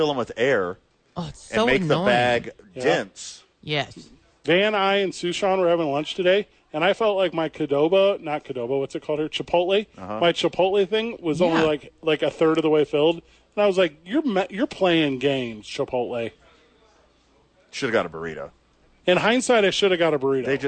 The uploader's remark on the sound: live from the YMCA